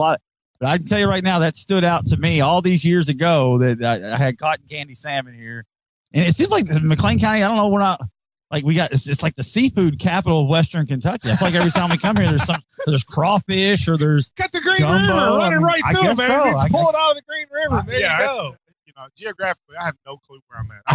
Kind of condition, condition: setting, busy venue